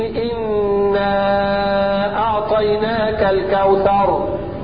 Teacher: حرف المد هنا الالف من كلمه انا، وسبب المد الهمز من كلمه اعطيناك، والهمز منفصل عن حرف المد في اللفظ وفي الكتابه.